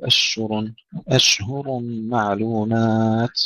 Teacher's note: انتبهوا إلى الهاء لا تضيع مع تفشي الشين، لا نقول أشهر، أشهر معلومات، وعندما نقف نهمس التاء وننتبه ولا نقلقلها.